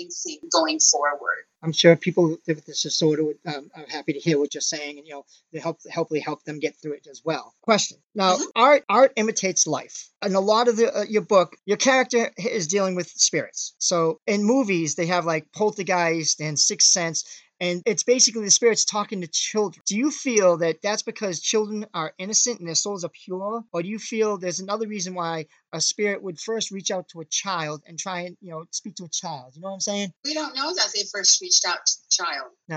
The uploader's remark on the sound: zoom interview